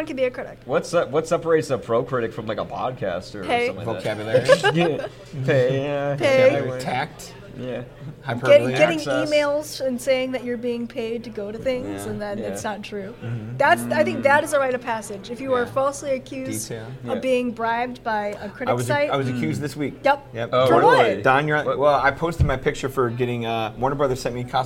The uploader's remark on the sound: Invited me to his hometown in Peotone, to join a panel at Lodgecon 2022.